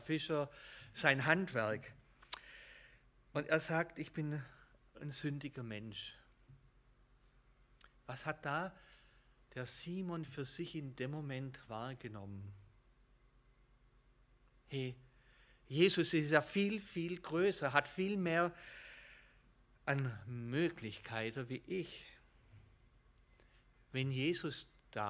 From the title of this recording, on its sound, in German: Gottesdienst